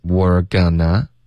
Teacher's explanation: 后面 we are 就弱读成 were